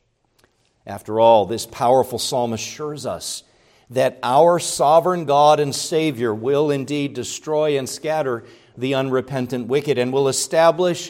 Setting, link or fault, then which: setting, large echoing room